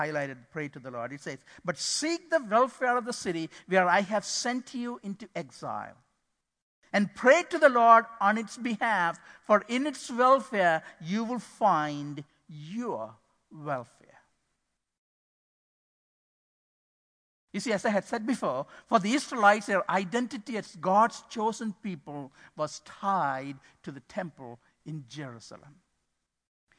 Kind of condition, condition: setting, large echoing room